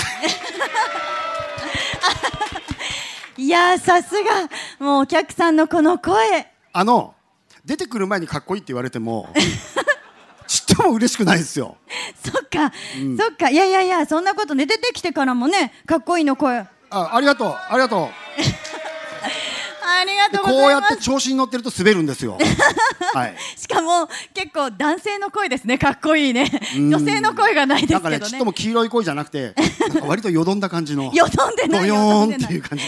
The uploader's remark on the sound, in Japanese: LEVOLANT CARS MEET YOKOHAMA 2019 での。公開収録の模様をたっぷりお届けします。ご来場いただいた方々、本当にありがとうございました!